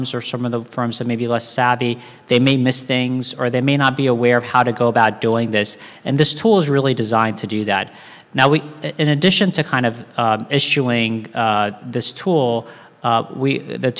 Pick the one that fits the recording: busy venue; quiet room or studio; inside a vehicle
busy venue